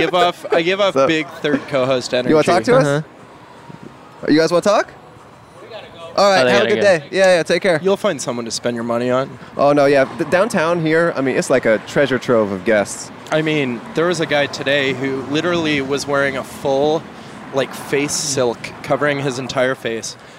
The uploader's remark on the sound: Recorded in front of Grand Central Market in Downtown Los Angeles.